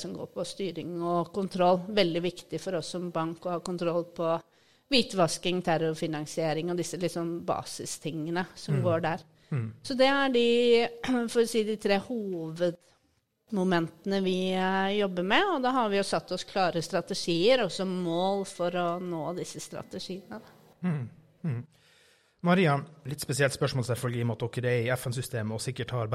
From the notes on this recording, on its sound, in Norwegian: SMB Norge Podcasten med sin første live-pod, fra SMB Norges første Bærekraftkonferanse, fra NIO House i Oslo.